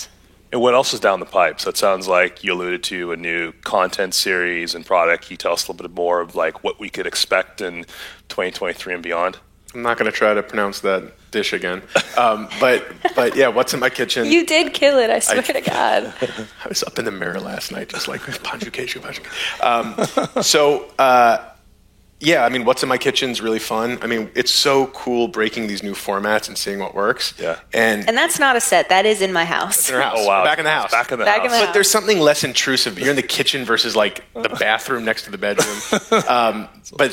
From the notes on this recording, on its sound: Recorded March 2, 2023 at the Upfront Summit.